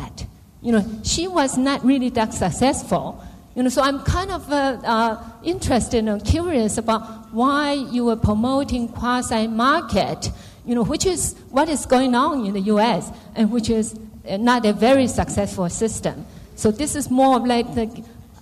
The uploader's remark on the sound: LSE Asia Forum 2010 - 15:30 - 17:00 - Plenary session. Followed by Q&A Session - Closing Remarks.